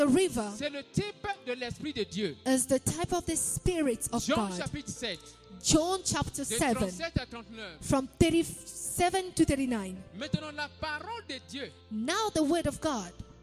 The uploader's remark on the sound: Sunday Live Service